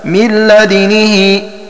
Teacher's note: بإسكان ضمة الدال مع إشمامها الضمة وبكسر النون والهاء · Term: الإشمام